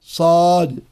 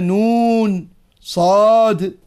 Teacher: قال والصاد حرف قوي لأنه حرف مطبق مستعل فيه صفير وهو مهموس، فيجب على القارئ أن يلفظ بها أي الصاد مفخمة كما يلفظ بها عند تقطيع الحروف